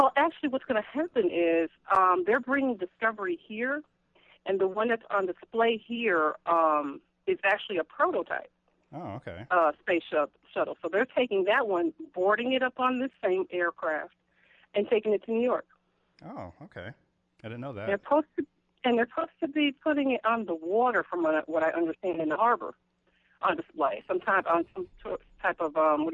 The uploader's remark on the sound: The LD Skype Line gets a workout as the show features a live call and a voicemail